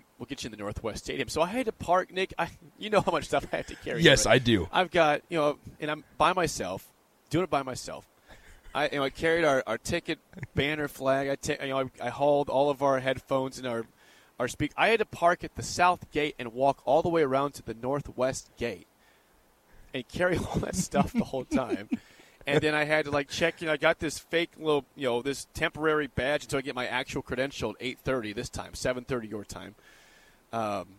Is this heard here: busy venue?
yes